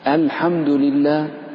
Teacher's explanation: همزة الحمد رققها ولا تفخمها